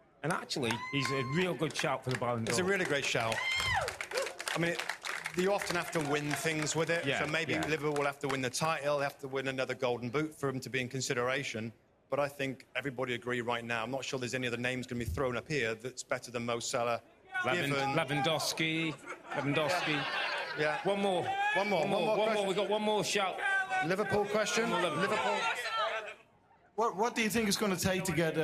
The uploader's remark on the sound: Take questions from a live audience in Los Angeles as they wrap up NBC's coverage of the Premier League Mornings Live Fan Fest from Los Angeles.